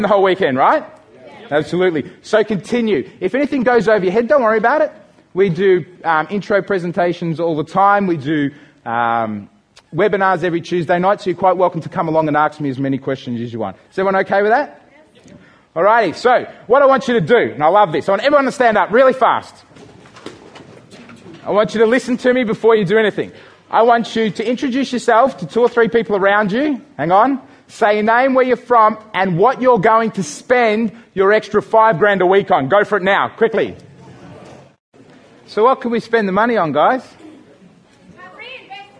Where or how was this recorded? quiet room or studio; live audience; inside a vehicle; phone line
live audience